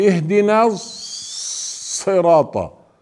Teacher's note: وبعضهم عندما يقف عند حرف الصاد تجد أنه يشدد على الصاد فيخرج صفيرا عاليا